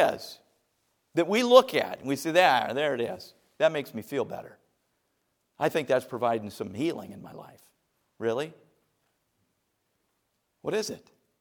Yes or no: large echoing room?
yes